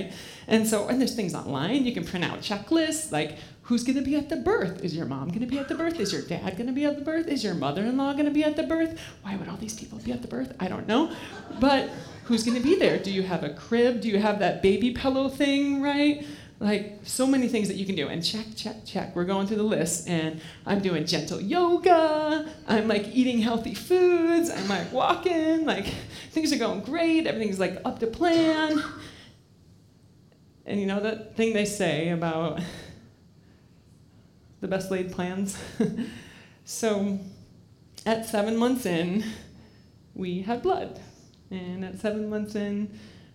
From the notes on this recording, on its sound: Live at The Fremont Theater in Portland, Oregon. Portland Story Theater.